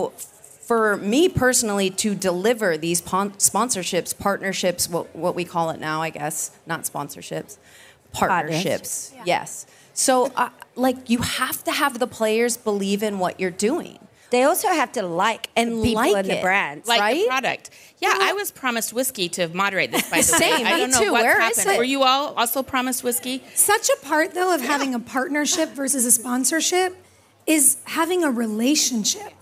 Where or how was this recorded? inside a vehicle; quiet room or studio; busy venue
busy venue